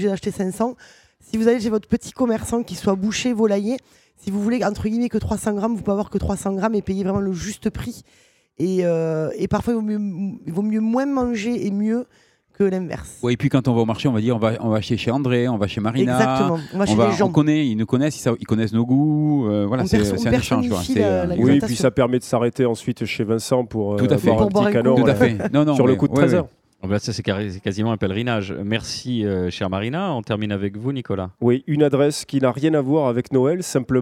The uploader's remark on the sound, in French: Enregistrée au restaurant le Rocher de la Vierge à Toulouse.